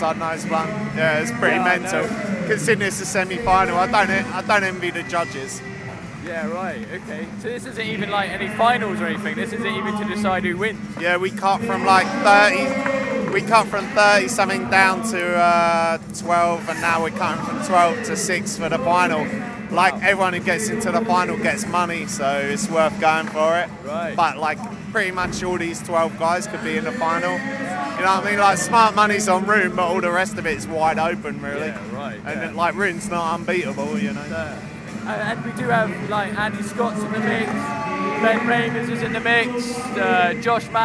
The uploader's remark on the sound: Audio from the 2011 Vans Concrete Carnival